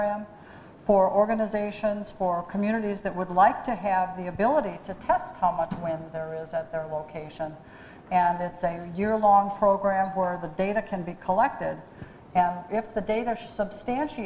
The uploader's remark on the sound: We listen to a panel discussion I moderated two weeks ago at the 16th Eastern Shore Planning Conference in Easton, Maryland.